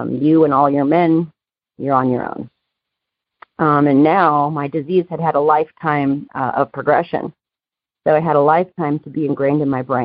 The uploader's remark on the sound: Noon Phone Speaker Meeting.